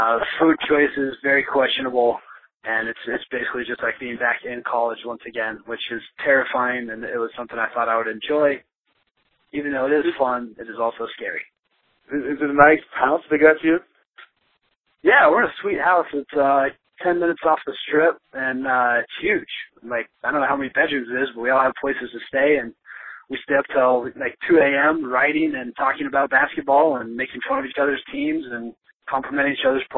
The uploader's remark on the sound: call in with a special report from the summer league in Vegas